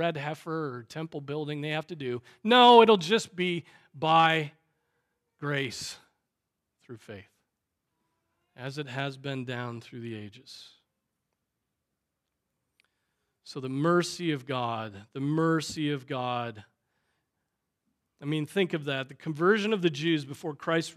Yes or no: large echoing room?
yes